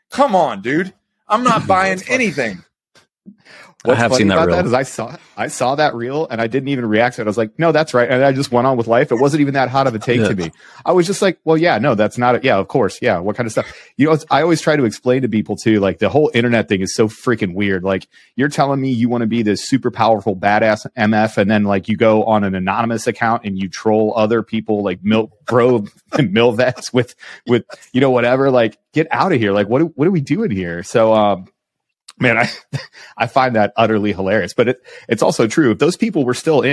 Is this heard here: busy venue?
no